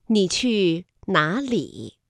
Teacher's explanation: 里是赏声字，那么放在句尾呢依然读赏声字